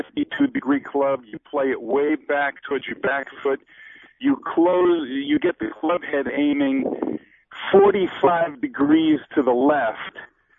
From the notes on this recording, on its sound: called in to wrap up the show